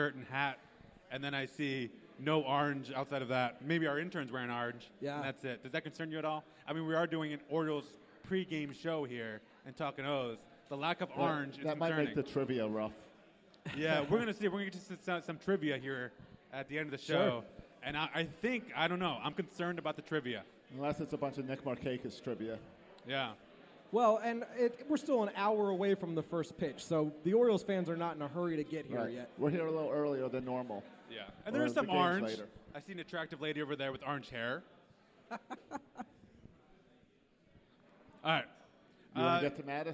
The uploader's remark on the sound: Today on the show we record live from Buffalo Wild Wings in Annapolis.